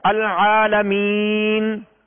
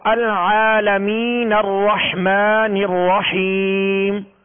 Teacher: جب ٹھہریں گے، وقف کریں گے، رکیں گے، اور جب ملا کر پڑھیں گے تو العالمین الرحمن الرحیم، اب یہ سکون ختم ہو گیا. اب نون کا سکون جو وقف میں پڑھا گیا تھا وہ وصل میں یعنی ملا کر پڑھنے کی صورت میں ختم ہو گیا · Shown in: first take · Term: سکون عارضی